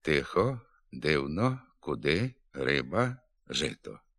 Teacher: На Львівщині, Тернопільщині, Івано-Франківщині звук «і» вимовляють з досить помітним нахилом до «е» в усіх позиціях, у тому числі й під наголосом · Term: обнижена вимова